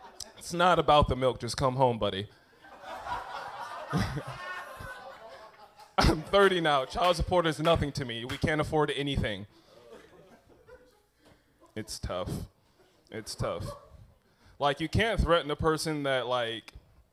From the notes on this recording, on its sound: I went to an open mic